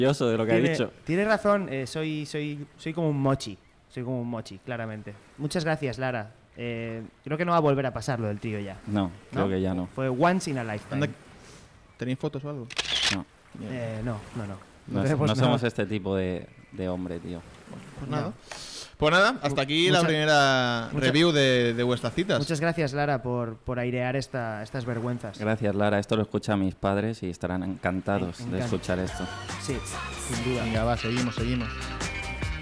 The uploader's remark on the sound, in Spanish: ¡En directo desde la playa!